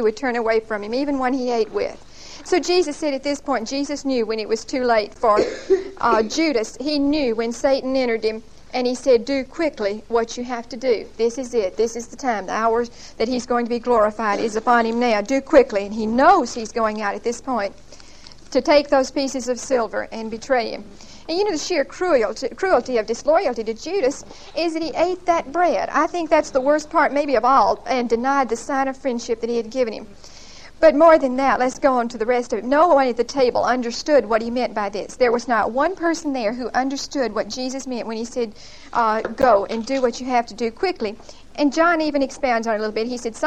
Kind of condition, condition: setting, large echoing room